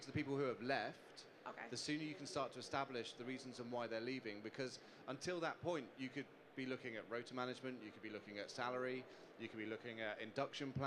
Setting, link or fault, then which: setting, busy venue